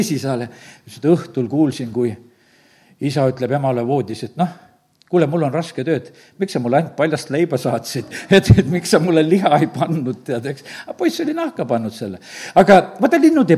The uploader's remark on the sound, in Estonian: Audio salvestus koosolekult